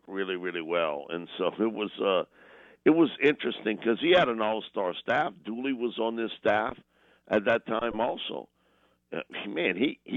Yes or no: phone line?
yes